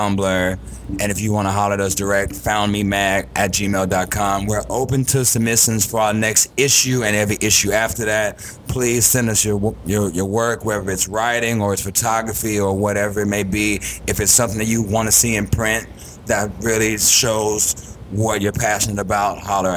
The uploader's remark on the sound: Live at Axelrad